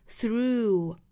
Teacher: 我们注意长元音 oo 的滑动 through,不是 through,而是 through